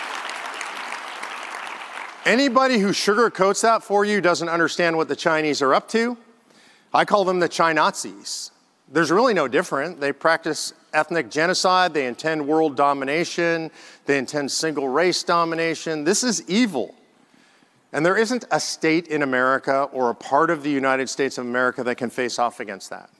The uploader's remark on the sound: speaks at the National Conservative Student Conference and answers questions from the audience